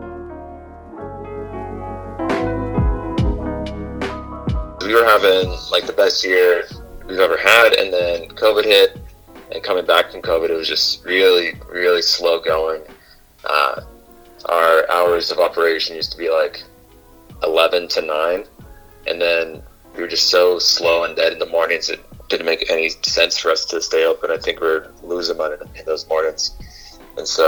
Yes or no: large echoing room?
no